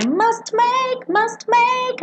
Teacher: como eu estou fechando a minha boca ali pro M para fazer o make depois do must, esse T não aparece.